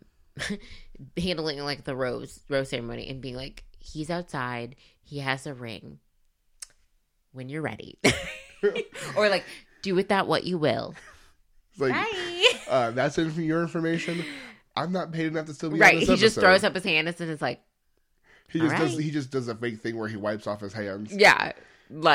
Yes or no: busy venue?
no